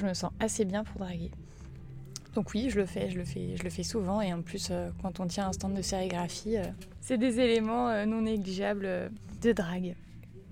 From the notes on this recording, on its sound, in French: Enregistrements effectués au Carreau Du Temple en Mai 2018.